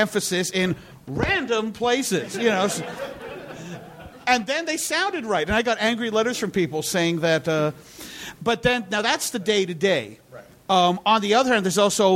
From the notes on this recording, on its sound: Live from NY! Recorded at 61Local in Brooklyn on October 1, 2012.